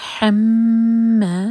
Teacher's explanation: ح حلق سے اور میم پر غن